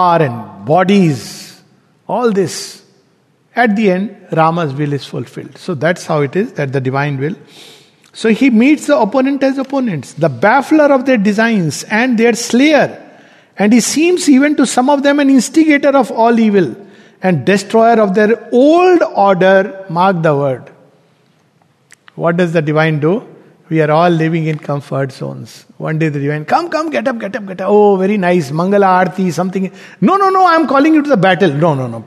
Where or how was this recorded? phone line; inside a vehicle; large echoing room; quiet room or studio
large echoing room